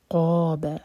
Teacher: آیت نمبر 9, فکان، کیا مد تبعی، نہ ایک حرکہ، قاب، قاف ہیوی اور دوہر کا لمبا